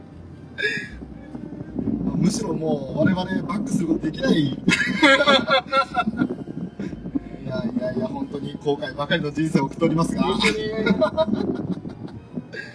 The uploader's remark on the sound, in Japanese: 環境音などの雑音がひどい録音状態です。